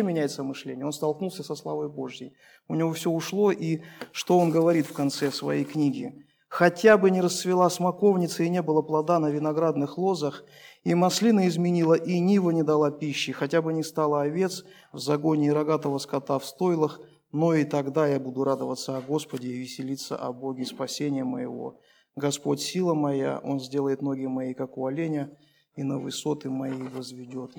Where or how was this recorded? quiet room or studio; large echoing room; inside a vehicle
large echoing room